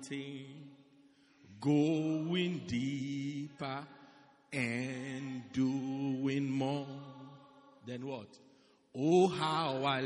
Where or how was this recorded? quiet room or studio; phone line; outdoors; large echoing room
large echoing room